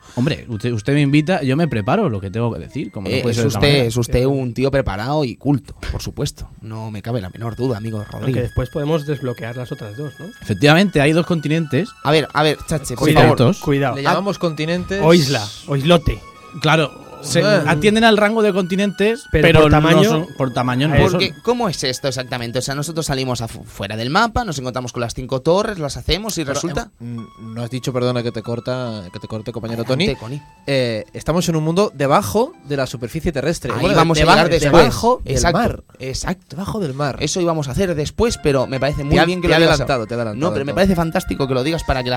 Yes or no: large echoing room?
no